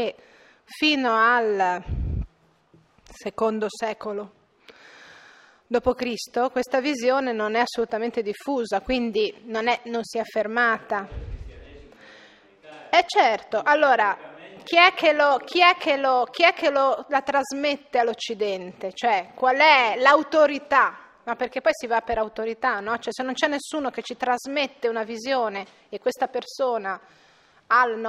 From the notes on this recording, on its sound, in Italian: REGISTRAZIONE DAL VIVO (2010). Episodio d'archivio, registrazione del vivo.